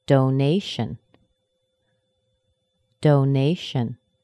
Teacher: Nay is the primary stress. Do is the secondary stress. Do, nay, shin.